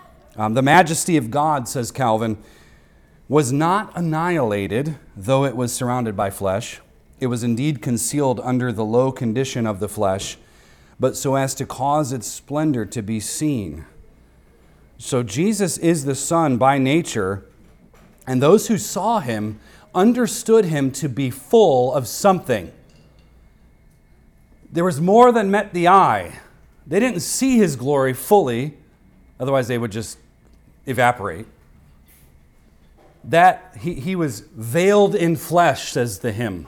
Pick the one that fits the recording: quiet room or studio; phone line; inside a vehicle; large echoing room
large echoing room